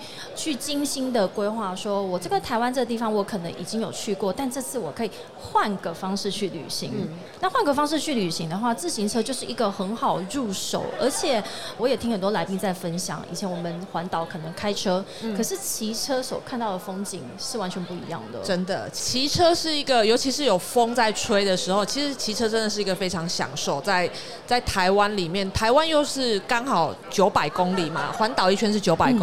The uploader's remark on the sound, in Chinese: 2022 Taipei Cycle台北國際自行車展-Live Podcast